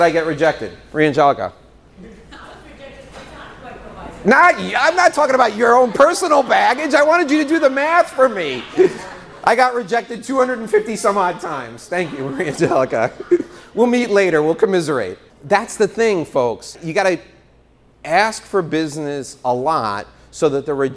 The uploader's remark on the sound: Today's show is a live talk. In front of an audience in Florida.